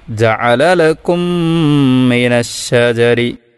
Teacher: ഒന്നാമത്തെ മീം രണ്ടാമത്തെ മീമിൽ ലയിക്കണം. ആദ്യത്തെ മീം അവിടെ ഉണ്ട് എന്ന് തന്നെ നമുക്ക് തോന്നൂല, രണ്ടാമതൊരു ശബ്ദമുള്ള മീമിനെ നമ്മൾ ഉച്ചരിക്കുന്നു എന്നേ ഫീൽ ചെയ്യുള്ളൂ, അങ്ങനെ നമുക്ക് അനുഭവപ്പെടുകയുള്ളൂ. · Term: ഇദ്ഗാമ